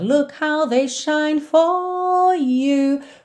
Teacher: alonga o O e entra no you sem enrolar o R